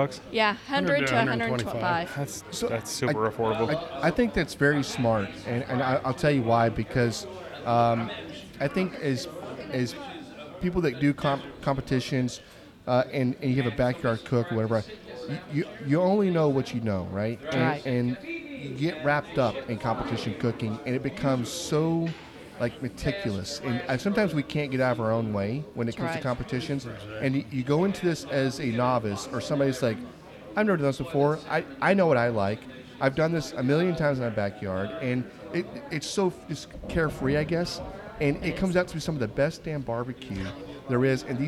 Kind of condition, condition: setting, busy venue